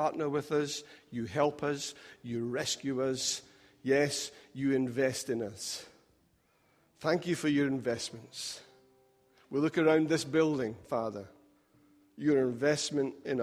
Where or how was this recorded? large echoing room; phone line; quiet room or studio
large echoing room